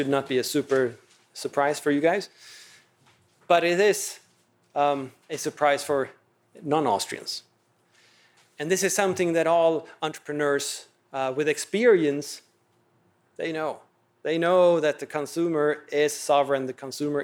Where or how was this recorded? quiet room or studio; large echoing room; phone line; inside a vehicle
large echoing room